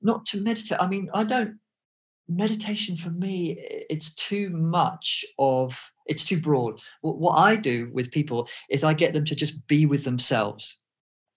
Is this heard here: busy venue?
no